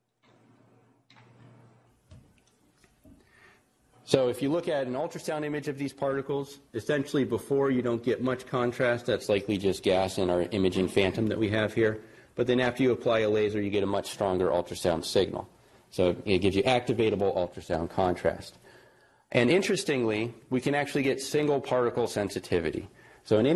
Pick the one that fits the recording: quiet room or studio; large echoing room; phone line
large echoing room